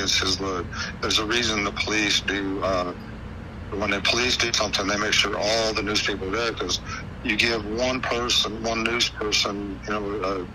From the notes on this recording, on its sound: This is Volume 1 of my phone calls